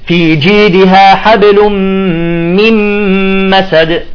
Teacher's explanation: بفصل بين الميمتين حتى ما يتداخلوا · Term: الفصل